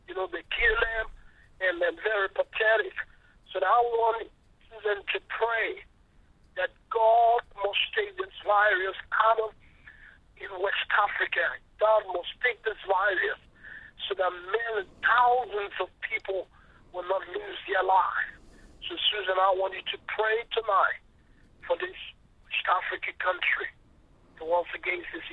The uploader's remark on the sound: Speaking via phone to group in Sierra Leone.